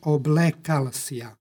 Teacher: Međutim, ova povratna zamjenica sija ne mijenja ništa u izgovoru i kada odbacimo ovu povratnu zamjenicu dobijemo oblik oblekal. Sonant l stoji na kraju reči, ispred njega je suglasnik, između njih se dodaje radi lakšeg izgovora nepostojano a. Dakle, oblekal si ja.